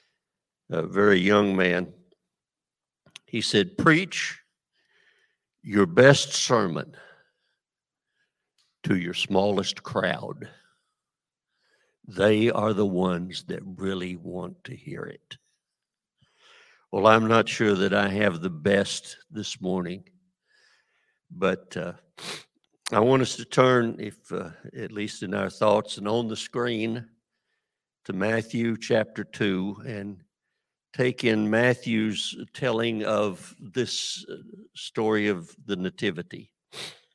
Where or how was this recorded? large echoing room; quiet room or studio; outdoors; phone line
large echoing room